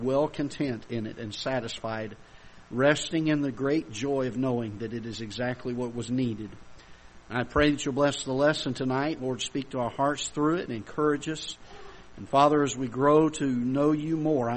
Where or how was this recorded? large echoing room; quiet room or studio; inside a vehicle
large echoing room